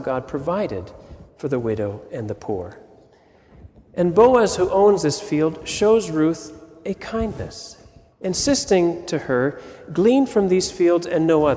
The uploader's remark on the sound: Sermon audio from FIBC Copenhagen